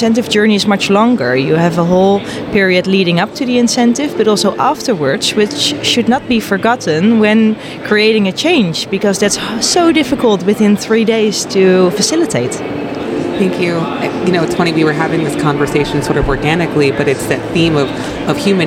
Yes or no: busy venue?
yes